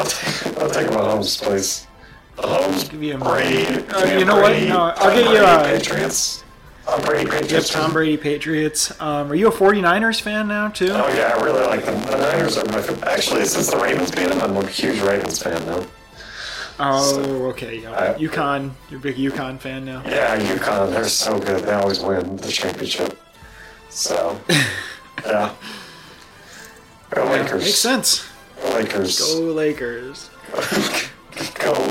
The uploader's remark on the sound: (FUCKED UP AUDIO). Effed the audio up and don't have time to record another. Unlistenable.